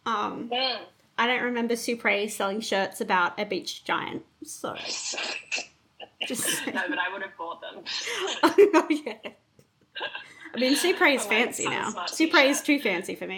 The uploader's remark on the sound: Sorry for the not so optimal sound quality.